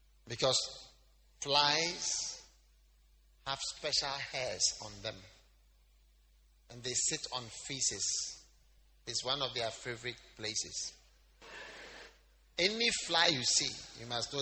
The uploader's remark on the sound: Preached at The Lighthouse Chapel International, King of Kings Cathedral.